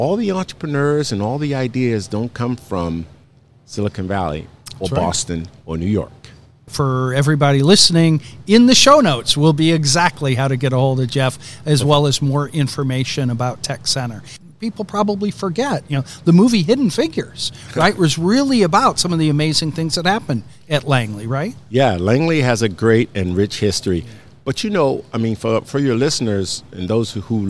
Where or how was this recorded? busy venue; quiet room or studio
busy venue